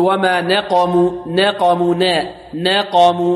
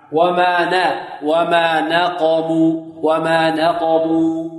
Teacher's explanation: ترقيق النون بدون إمالة · Shown in: second take